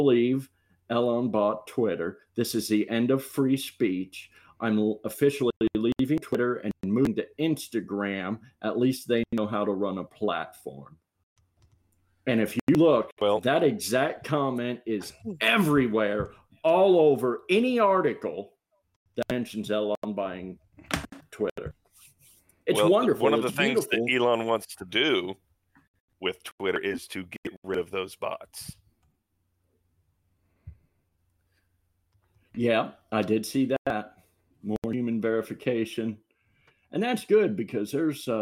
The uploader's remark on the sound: This week we had some issues with the recording encoder. We apologize for the audio clipping throughout this episode.